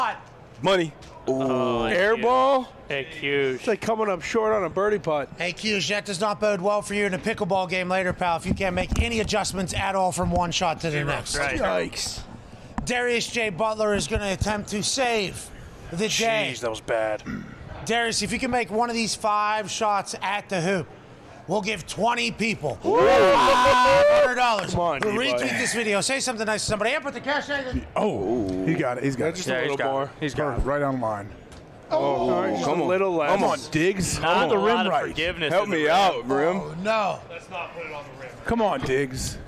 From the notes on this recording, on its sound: LIVE from radio row in BEAUTIFUL Phoenix, Arizona